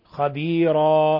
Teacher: نبهت على مد العوض لا تمدوا أكثر من حركتين خبيرا فقط لا تقول خبيرا وفقك الله.